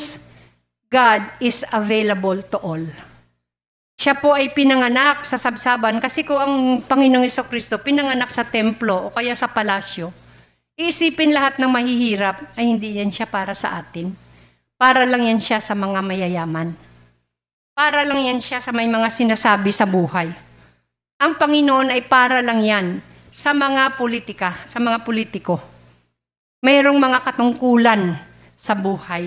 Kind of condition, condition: setting, large echoing room